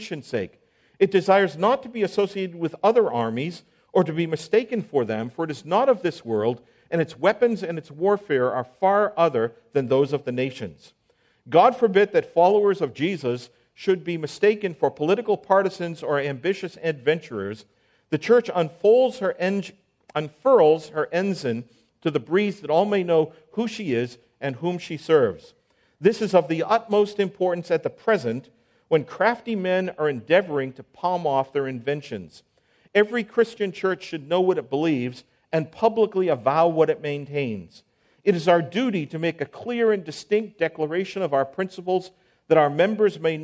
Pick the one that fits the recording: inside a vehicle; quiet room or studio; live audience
live audience